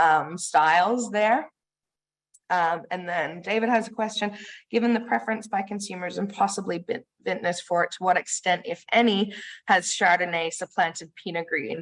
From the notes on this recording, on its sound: Today, I am sharing the audio of an online webinar I attended in April for Oregon Wine Month.